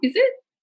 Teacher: the way Australians, we go up, is it? Just upper inflection.